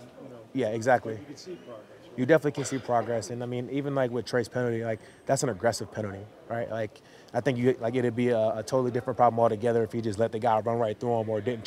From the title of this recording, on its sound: Press Conference